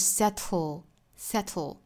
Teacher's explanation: 这个气流呢会从舌头两边爆破出来，这就是舌边爆破的名字来由了